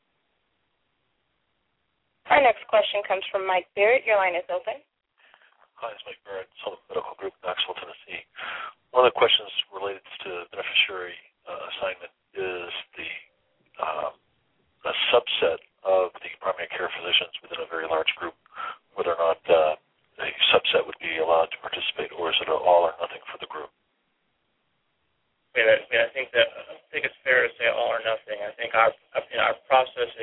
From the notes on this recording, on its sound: This is a rebroadcast of the live feed from Thursday, October 20th 2011 conference call